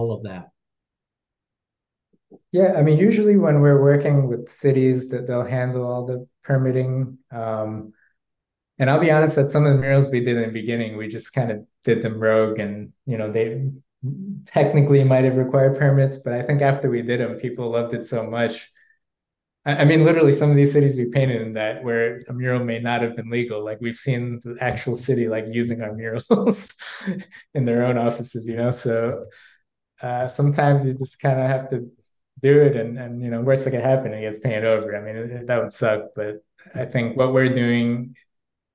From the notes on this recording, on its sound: A Zoom sit-down business and leadership conversation.